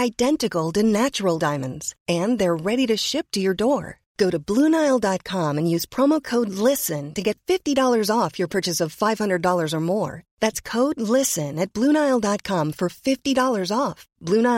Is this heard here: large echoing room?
no